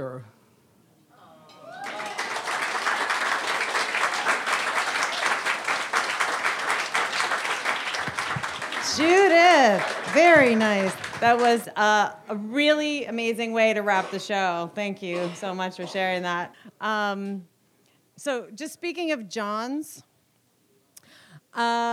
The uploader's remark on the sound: Recorded in front on a live audience on May 6th, 2018 at The Well Tavern in Wellfleet, Massachusetts.